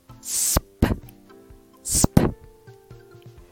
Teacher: Finally, there's the s, p consonant cluster. Both s and p are voiceless sounds, meaning you don't use your vocal cords. Just air and a hissing sound.